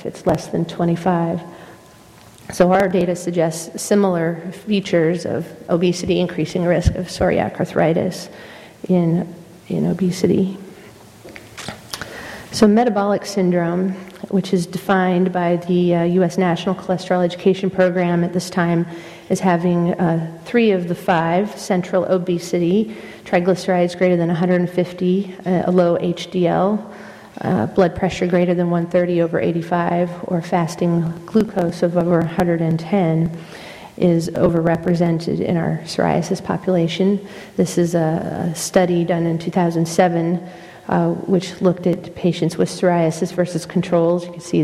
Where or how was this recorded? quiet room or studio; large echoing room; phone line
large echoing room